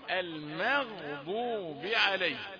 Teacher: المغضوب جاي الميم يعني، والغين حاجة واحدة في من فتح الفم واحدة، أنا عاوز الميم رقيقة، الماء المغضوب مش المغضوب، الميم رقيقة وغين مفخمة والضاد مفخمة